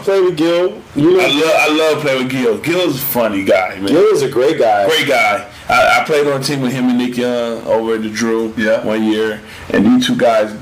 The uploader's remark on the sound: Squeeze their first guest into the studio without the appropriate number of mics. Audio quality aside.